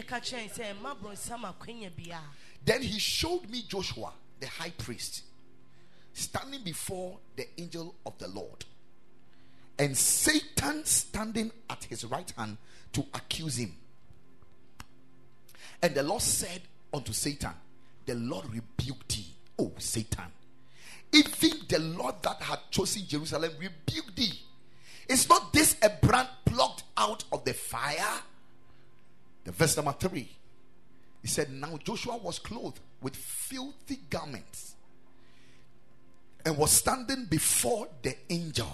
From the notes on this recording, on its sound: Preached at the Ekklesia Chapel